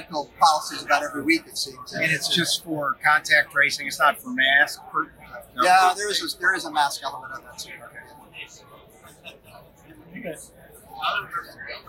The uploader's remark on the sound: You’ll hear background noise during the interview, even a server asking if we needed drinks.